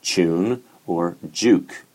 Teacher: So when we have T and D before Yod going into U, on words like Duke or Tune, the Yod can coalesce with that alveolar consonant and become Ch. · Term: Yod coalescence